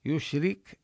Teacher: ننتبه لكسر الراء وترقيقها، والكاف من حروف الهمس، بينا أنها يعني يخرج معها النفس لكن ينقطع عندها الصوت، فهي من حروف الشدة.